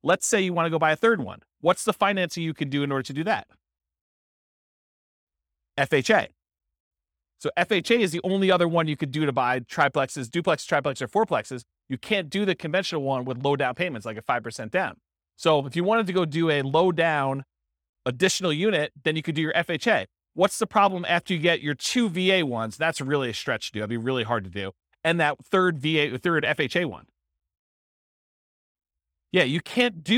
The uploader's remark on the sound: This was a live class recorded